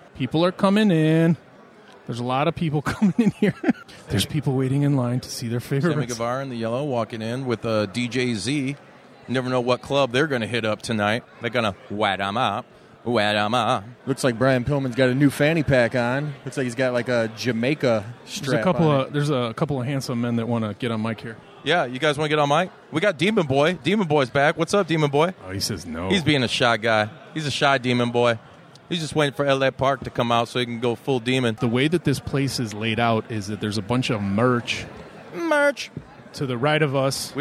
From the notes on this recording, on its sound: live from the #WarriorWrestling 4 VIP Fan Fest!